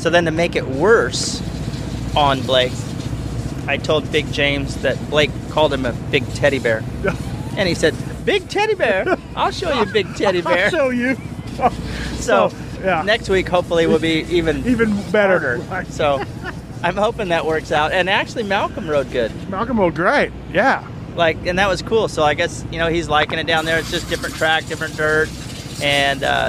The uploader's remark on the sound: Budds Creek 2013 Post-Race Interviews